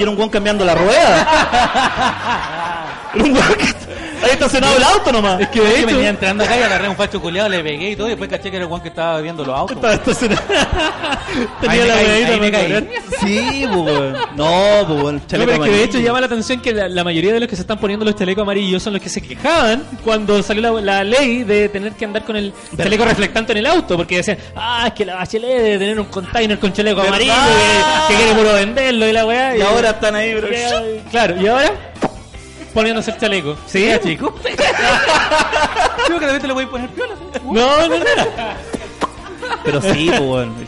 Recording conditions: live audience